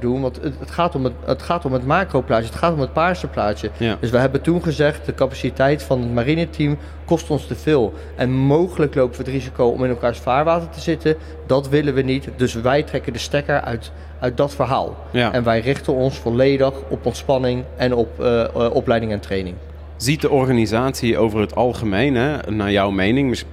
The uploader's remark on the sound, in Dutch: live op de Invictus Games op de podbank